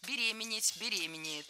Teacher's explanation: Ударение в этом слове ставим всегда на второй слог